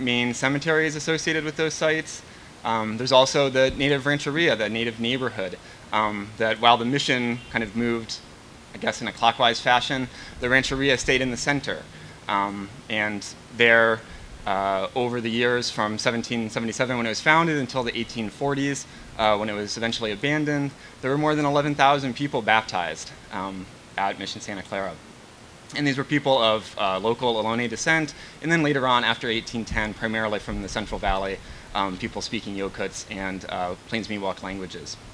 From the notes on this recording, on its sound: This recording is from the second half of a panel entitled “Telling the Truth of the California Missions,” which was part of the Telling and Teaching the Truth of the California Missions event.